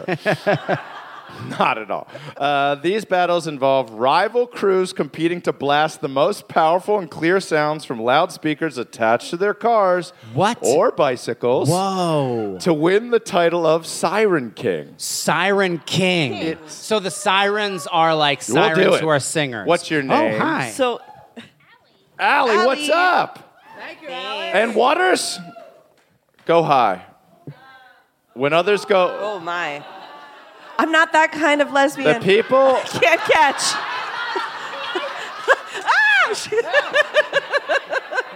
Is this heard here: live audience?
yes